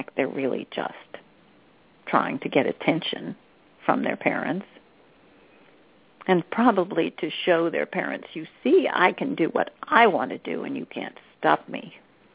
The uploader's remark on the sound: She will do a channeling session live so that callers can call. Personal responses to callers during the special call-in segment. This radio show.